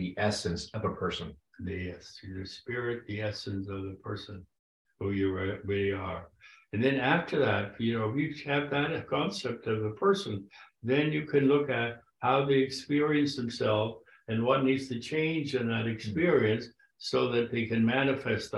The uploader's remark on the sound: at the 2023 Virginia Satir Global Network online conference